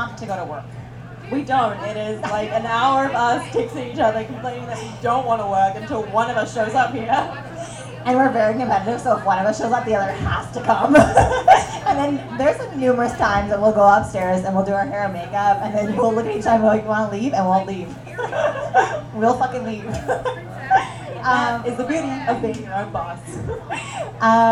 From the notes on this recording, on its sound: Podcast LIVE SHOW at The Number 5 Orange. The recording of our first ever LIVE SHOW!! Rough to start as we get our bearings with the mics.